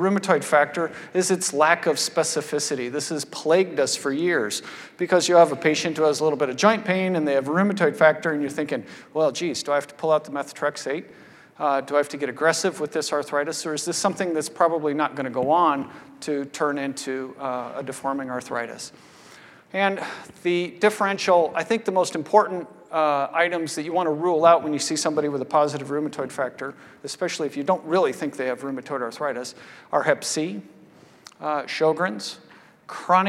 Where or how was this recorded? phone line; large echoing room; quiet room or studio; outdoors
large echoing room